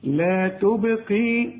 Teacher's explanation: قلقل الباء لأنها عليها السكون